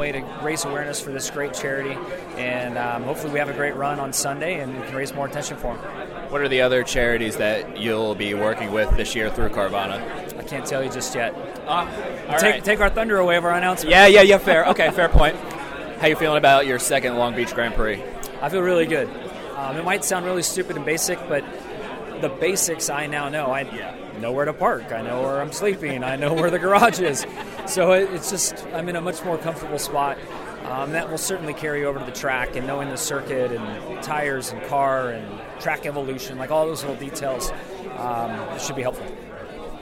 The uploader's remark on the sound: Acura Grand Prix of Long Beach Media Bullpen. The media bullpen was RIGHT next to the track, so the audio is a bit rough at points.